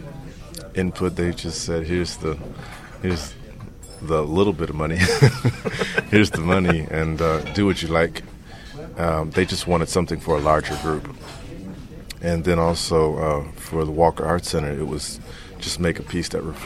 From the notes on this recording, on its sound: at the 2007 Rochester International Jazz Festival